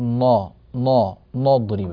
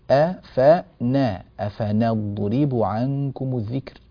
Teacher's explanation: ولا ينبغي أن تتأثر هذه النون الضعيفة بالضاد القوية المستعلية المطبقة المفخمة التي جاءت بعدها · Shown in: second take · إنما نحرص على أن نعطي كل حرف حقه ومستحقه ونعطيه · Term: ترقيق النون